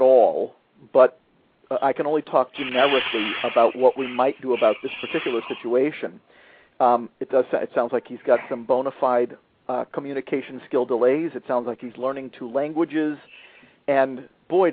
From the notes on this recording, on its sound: a father who called